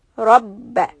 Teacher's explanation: Ra is heavy and ba has a shadda, so we are going to emphasize the shadda just a little bit.